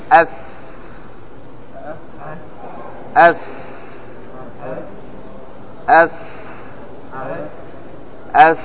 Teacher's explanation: عندما تقول أف يخرج معه الهواء، قل أف أف أف أف، يخرج من باطن السفلى مع الثنايا العليا · Term: الفاء